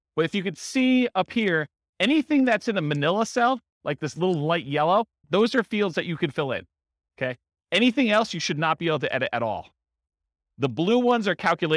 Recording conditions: live audience